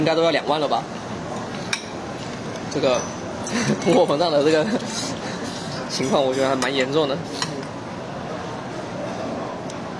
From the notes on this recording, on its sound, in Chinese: 随性地在新加坡路边漫谈。于是三人一同在当地一家娘惹菜餐厅以闲聊为主题，匆忙录制了本期番外篇节目。